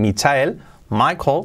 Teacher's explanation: con ese L muy al final muy sutil